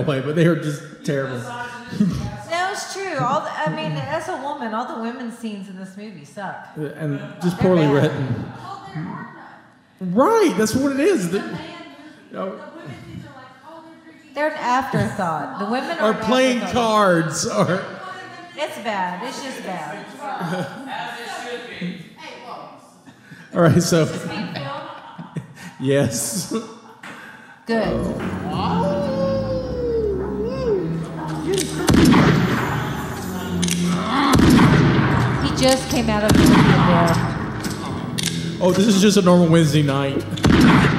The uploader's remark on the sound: This week is a special episode as we reviist an old live show we never got to air.